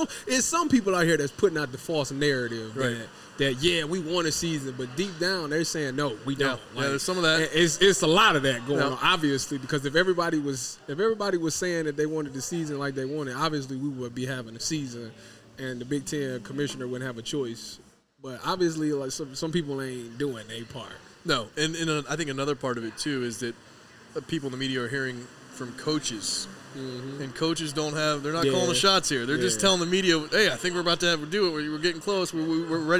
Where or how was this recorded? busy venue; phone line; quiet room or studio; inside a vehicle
busy venue